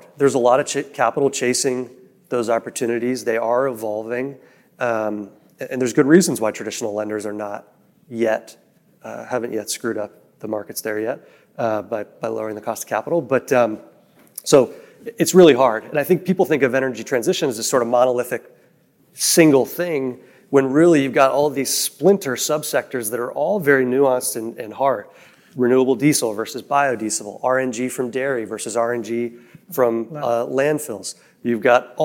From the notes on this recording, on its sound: In this panel recording. The panel was recorded at the Reuters Events Commodity Trading USA event.